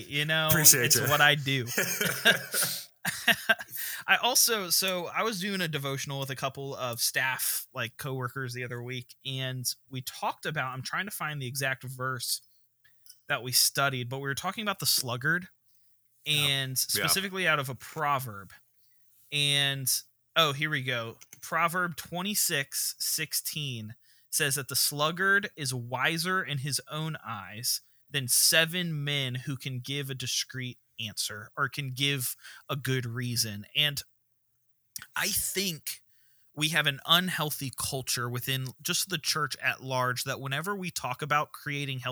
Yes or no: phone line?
no